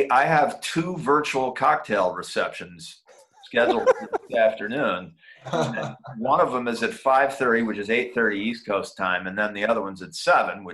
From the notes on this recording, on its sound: The director + the cast joins on Zoom to hang out and answer some red carpet questions about the film!